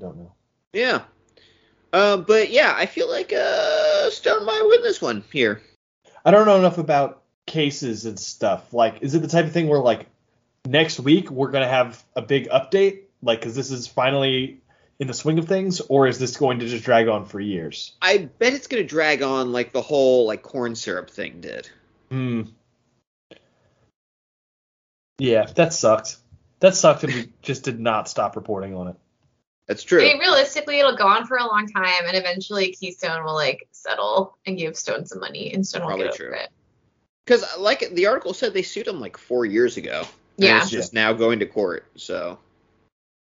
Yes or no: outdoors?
no